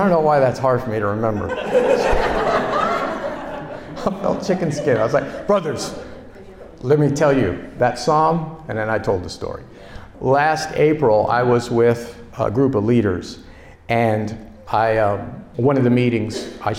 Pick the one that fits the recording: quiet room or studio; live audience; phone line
live audience